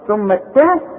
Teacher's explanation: ممكن التاء دي تطلع منك تخينة او زي شبيهة بالطاء علشان الخاء